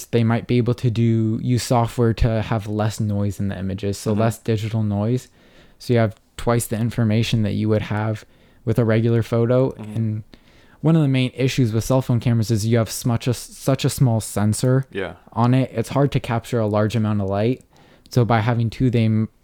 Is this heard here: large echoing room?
no